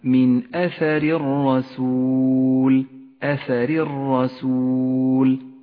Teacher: الراء الأولى مرققة لأنها مكسورة والثانية مفخمة لأنها مفتوحة